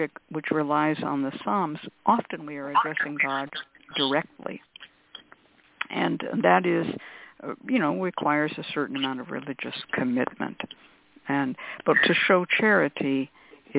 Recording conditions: phone line